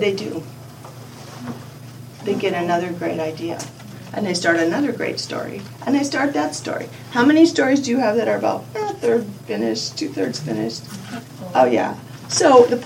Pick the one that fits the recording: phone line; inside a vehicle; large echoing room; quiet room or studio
large echoing room